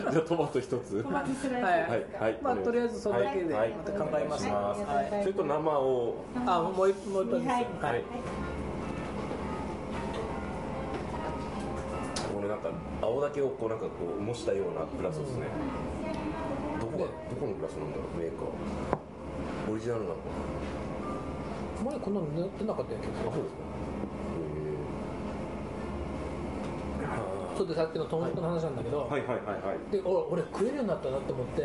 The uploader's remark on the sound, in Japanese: ご近所の居酒屋「癒」でのゲリラ収録です